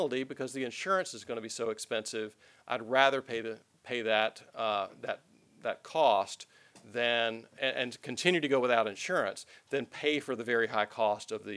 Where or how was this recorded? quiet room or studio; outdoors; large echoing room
large echoing room